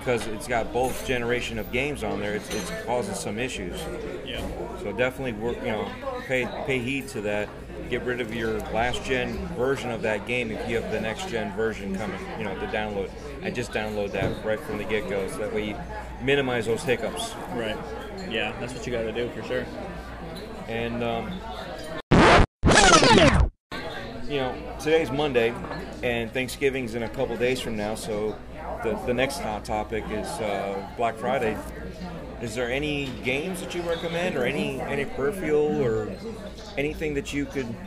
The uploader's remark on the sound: At "Capdevila’s at La Teresita" in Tampa. The new building now holds a sit-down restaurant (Capdevila’s at La Teresita) with tables and booths on the east side of the building, the cafeteria with the horseshoe-shaped counters on the west side and takeout area, a banquet hall on the 2nd floor.